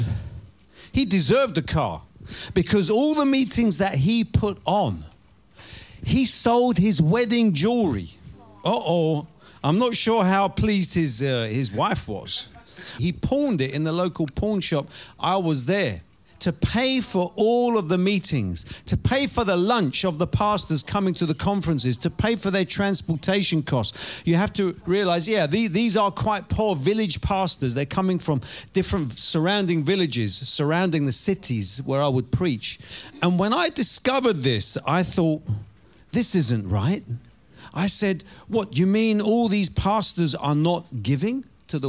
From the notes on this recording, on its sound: Preaching at Oasis Church, Watford, England.